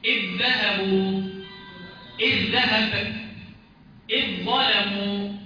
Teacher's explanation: بنحذف الذال تماما ونشدد الحرف اللي ايه اللي بعدها · Term: الادغام